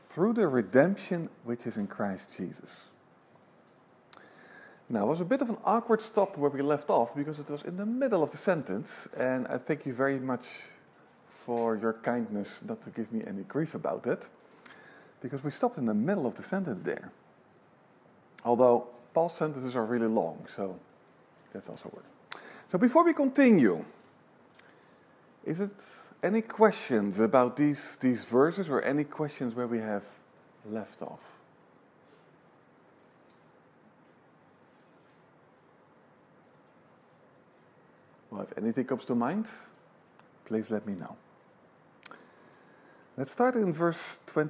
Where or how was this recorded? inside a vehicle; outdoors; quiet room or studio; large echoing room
large echoing room